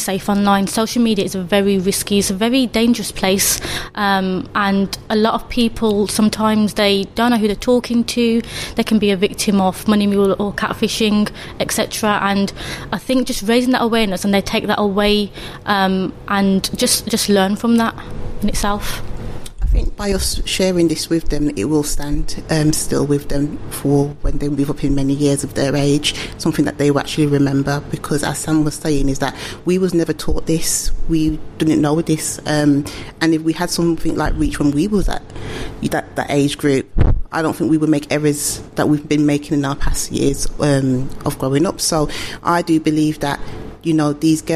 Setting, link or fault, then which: setting, busy venue